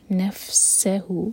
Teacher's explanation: سا سیٹی والی آواز کے ساتھ اور سا پر زور، سکون کے بعد سا ہے.